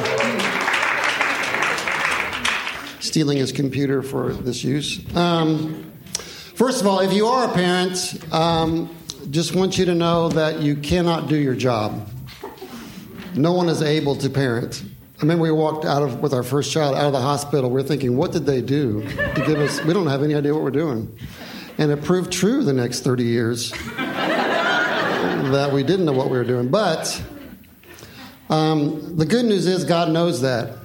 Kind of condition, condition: setting, live audience